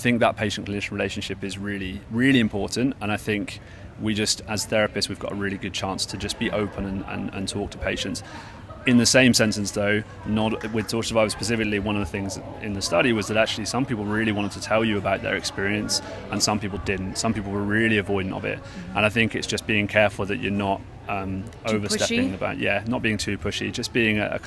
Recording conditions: busy venue